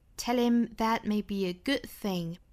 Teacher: be 和 a 连读加 ye